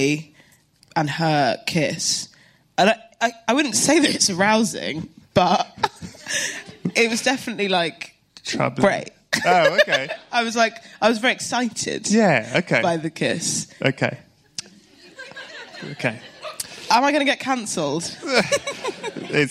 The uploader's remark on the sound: This whole meeting takes place LIVE within the plush confines of the South Bank’s BFI! This is the second live Films To Be Buried With so far.